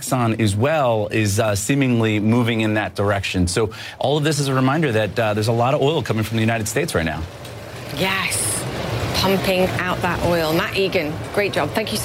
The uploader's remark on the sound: live from the New York Stock Exchange